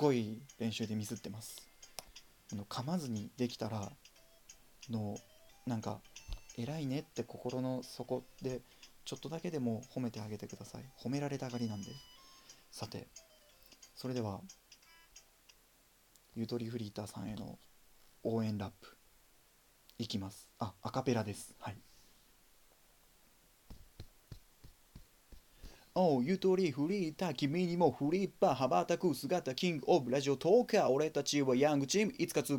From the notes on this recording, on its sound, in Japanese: From Radiotalk。マイク感度が低く音が小さいです。音量を上げてお楽しみください。